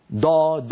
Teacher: الإنسان على مقدمة فمه دا دا، مهما قال دا ولا دال، مهما حاول أن يفخم لن يخرج معه ضاد، بل ستخرج معه دال مفخمة